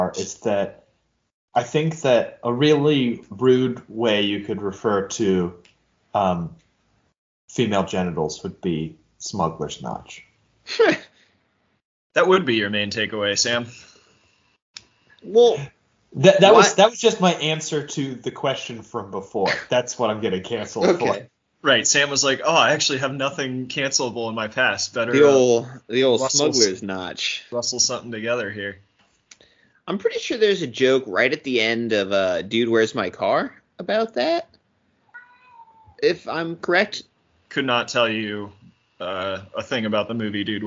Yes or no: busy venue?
no